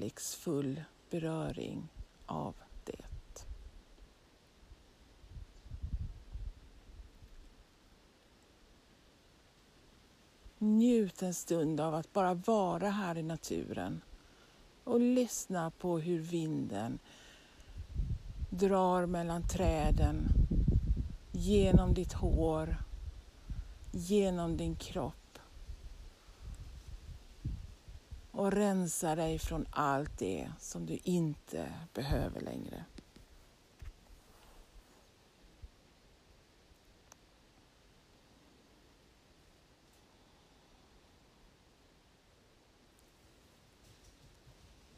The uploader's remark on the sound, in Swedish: En solig dag i naturen med vind och enstaka fågelljud… några rådjur kom förbi och tittade på mig när jag spelade in, det var magiskt!